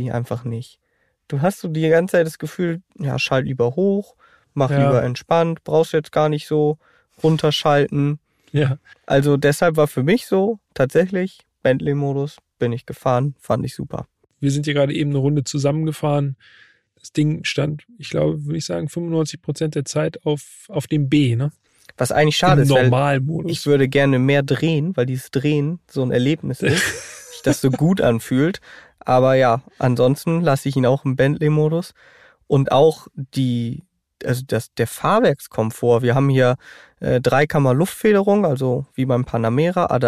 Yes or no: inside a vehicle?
yes